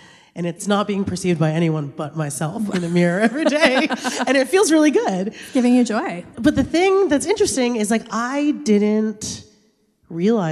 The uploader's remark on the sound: We recorded this on December 3, at Seattle’s Town Hall. Welcome to the first ever LIVE episode of Burnt Toast! At Seattle’s Town Hall.